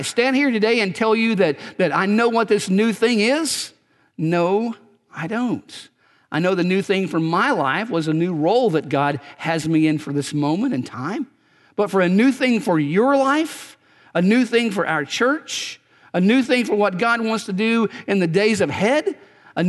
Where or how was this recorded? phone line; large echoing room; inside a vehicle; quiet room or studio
large echoing room